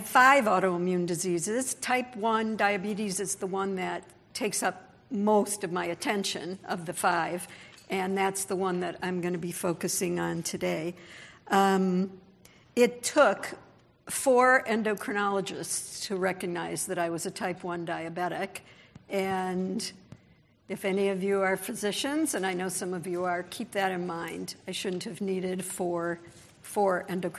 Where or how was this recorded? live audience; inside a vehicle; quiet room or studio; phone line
live audience